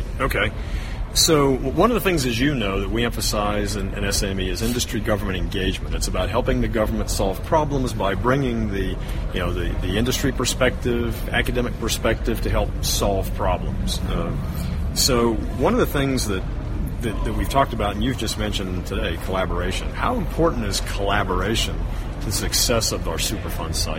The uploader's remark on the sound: Live from the Symposium on Design & Construction Issues at Hazardous Waste Sites - West. Live from the Symposium on Design & Construction Issues at Hazardous Waste Sites - West.